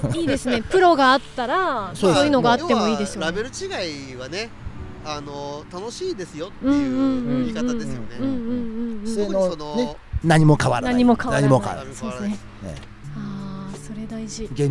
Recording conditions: outdoors